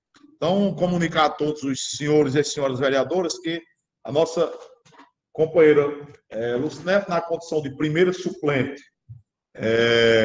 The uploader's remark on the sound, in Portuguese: Sessão Ordinária Virtual. As Sessões da Câmara Municipal de São Bento Paraíba.